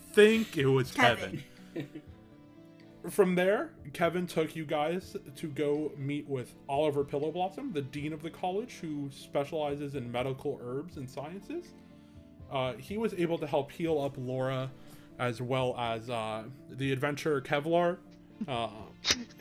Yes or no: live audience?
no